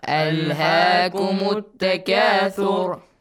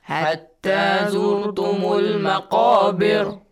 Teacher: Light ra sound. Tarqiq. Why? Because we have a kasra sound before. · Shown in: second take